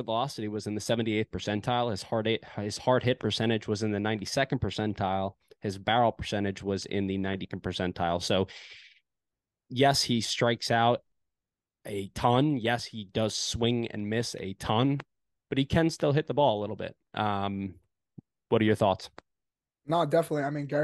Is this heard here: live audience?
no